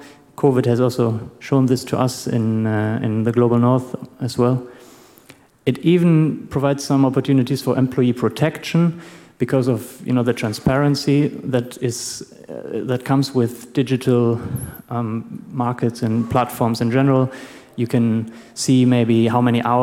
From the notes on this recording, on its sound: Presentation with Q&A/open discussion at the end or in between